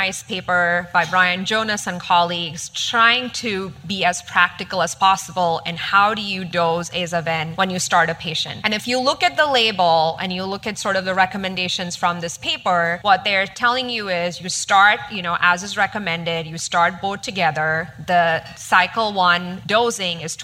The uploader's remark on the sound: adapted from our recent live event held at the 2023 ASCO Annual Meeting